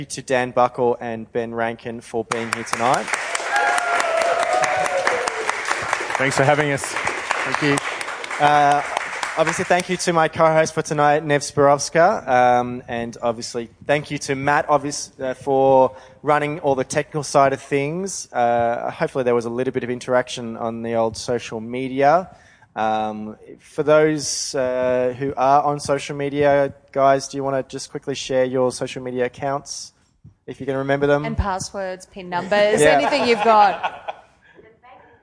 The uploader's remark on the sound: as much as the live audience did.